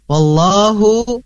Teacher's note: ada yang disebut lafaz Allahnya itu tebal, yang disebut tafkhim. Kalau tipis itu tarkik ya, lafdul jalalah.